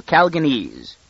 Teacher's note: she accented the second syllable and gave it a long A